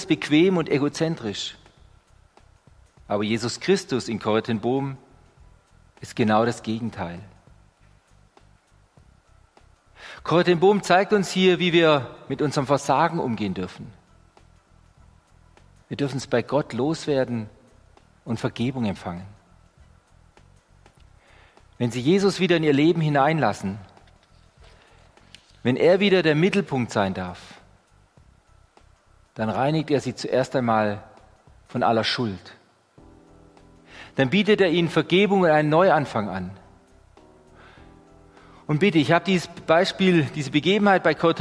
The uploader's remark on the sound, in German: Die Predigt aus dem Gottesdienst